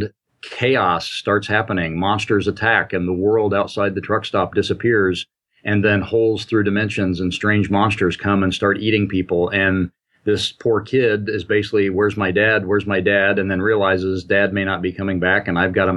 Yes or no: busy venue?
no